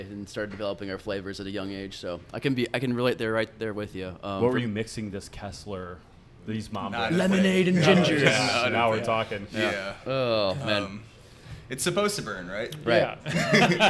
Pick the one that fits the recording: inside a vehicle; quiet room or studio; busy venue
busy venue